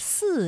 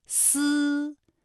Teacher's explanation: 依然出现了多个平舌音，比如说祠堂的祠，声母是呲；泗水归塘的泗字，声母是思